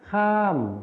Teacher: ในภาษาถิ่นอีสานนะคะจะไม่ออกเสียงคำควบกล้ำรอเรือรอลิงและวอแหวนแต่จะออกเสียงเป็นพยัญชนะต้นเดียวนะคะ